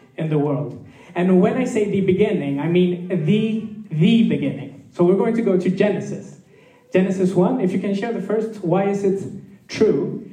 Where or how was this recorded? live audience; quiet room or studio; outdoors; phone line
live audience